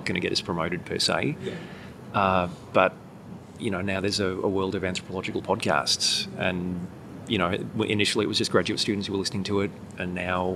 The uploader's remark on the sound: We’ve got a roving mic on the loose. Roamed the halls of the 2019 joint meeting of the American Anthropological Association and Canadian Anthropology Society in Tkaronto/Toronto.